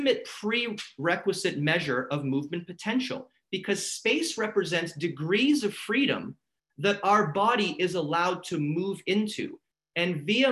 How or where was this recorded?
video call